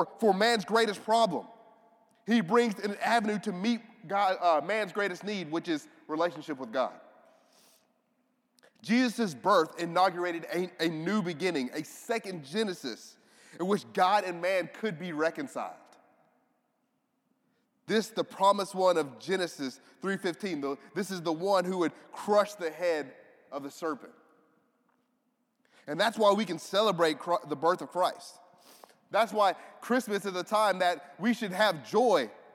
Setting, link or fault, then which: setting, large echoing room